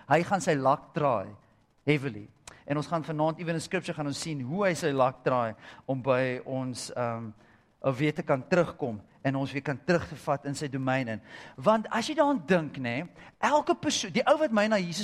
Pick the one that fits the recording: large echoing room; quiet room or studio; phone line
large echoing room